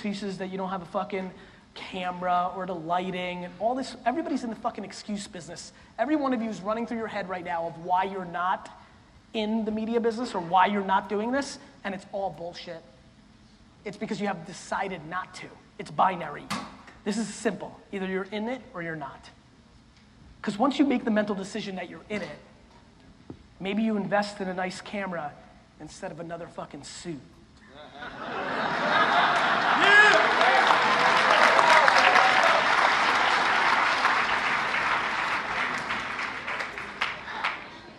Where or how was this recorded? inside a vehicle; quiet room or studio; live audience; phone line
live audience